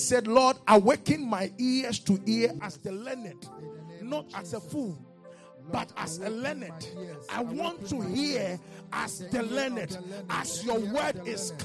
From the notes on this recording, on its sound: Revelation Service | LIVE from Charis Center | Albany, New York